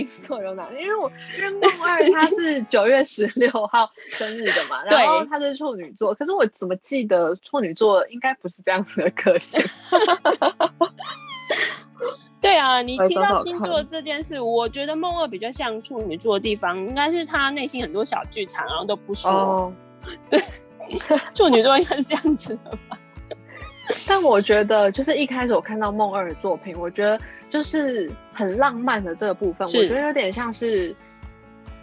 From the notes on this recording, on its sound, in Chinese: 本集採線上錄製